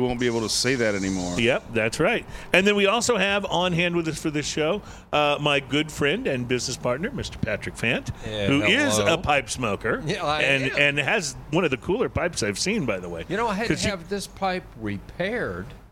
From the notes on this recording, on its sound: Live at the Railyard in Houston for this year's Pipe Show!